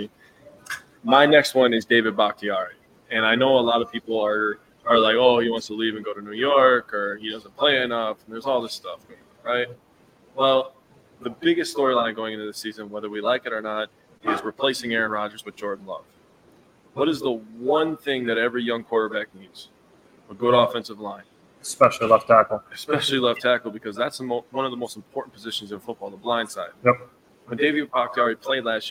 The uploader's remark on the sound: Live Training Camp report for Green Bay Packers! We are live from Stadium View Bar in Green Bay, just a stones throw away from Lambeau Field.